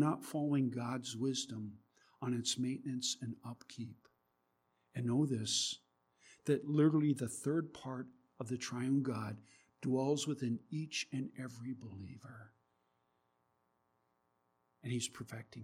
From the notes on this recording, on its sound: There is a low level buzzing in the recording. We tried to reduce the buzzing as best we could.